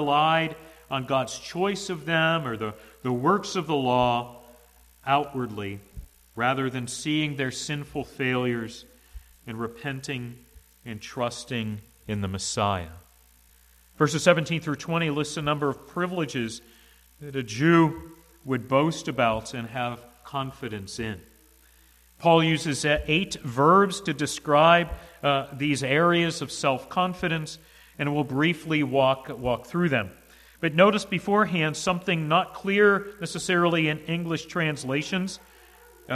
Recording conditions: large echoing room